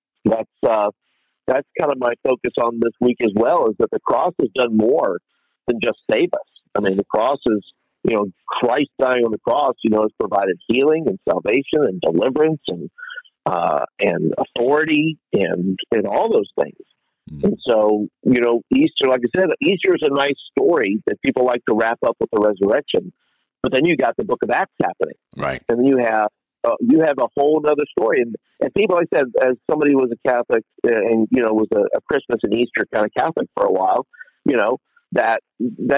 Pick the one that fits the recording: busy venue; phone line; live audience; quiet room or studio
phone line